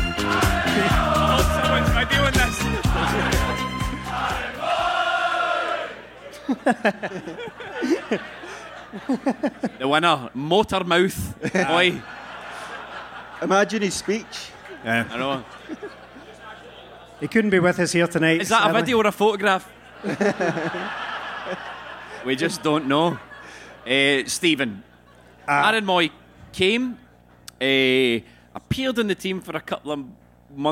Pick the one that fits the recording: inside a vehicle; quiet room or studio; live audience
live audience